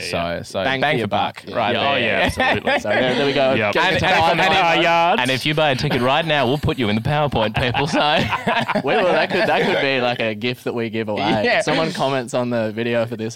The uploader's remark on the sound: We’re taking you backstage at Comedy Republic. Join us live and unedited from the green room with the who's who of comedy.